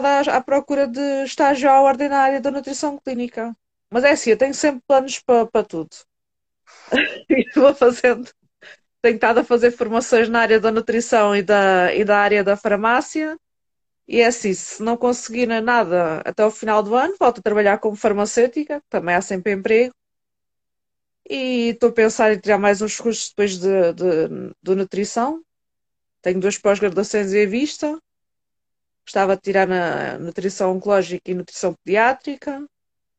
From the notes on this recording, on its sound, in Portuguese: Conteúdo LIVE no Instagram